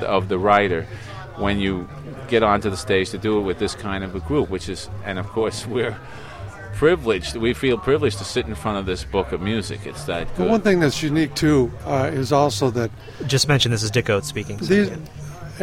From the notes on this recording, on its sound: A collection of short interviews recorded at the 2009 Tanglewood Jazz Festival in Lenox, MA